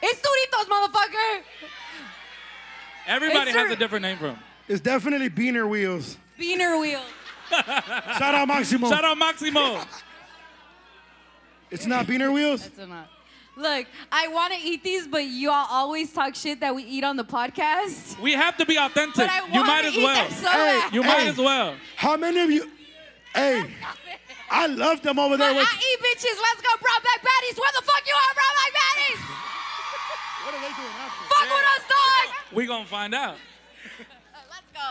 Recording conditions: live audience